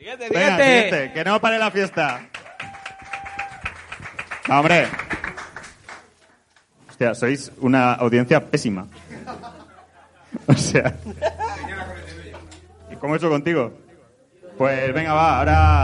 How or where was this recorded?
live audience